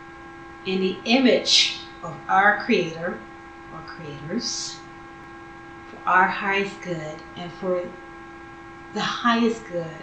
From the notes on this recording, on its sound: Note on audio quality....meh.